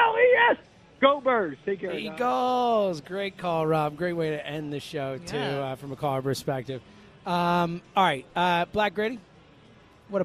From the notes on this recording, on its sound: live at Parx Casino